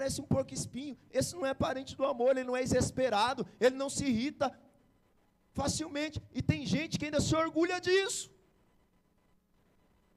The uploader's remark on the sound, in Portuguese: Palavra pregada na igreja Batista Àgua Viva Barueri